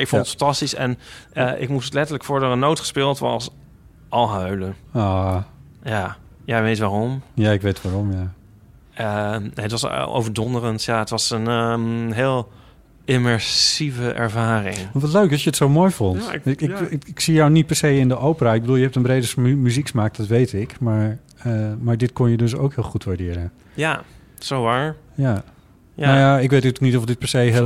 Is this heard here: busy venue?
yes